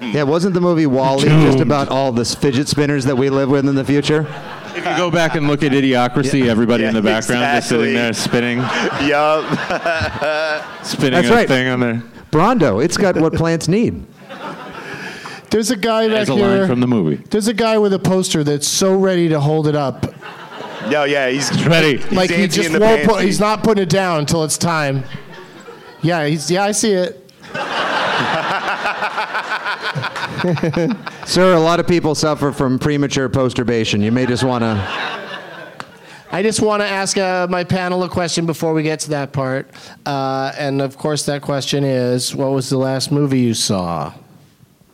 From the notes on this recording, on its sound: Live from Laugh Boston